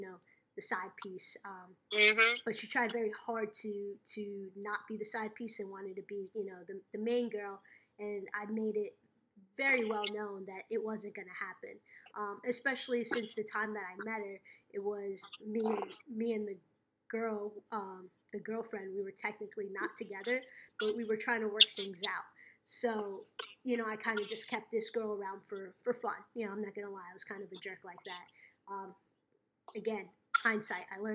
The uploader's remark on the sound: I apologize for the feedback of the mic and poor connection. I've been doing facetime interviews trying to adapt to this pandemic and sometimes it works better than others. This time the connection failed me.